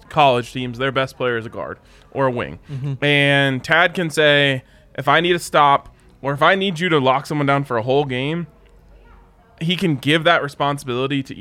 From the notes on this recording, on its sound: come to you LIVE from the DNVR Bar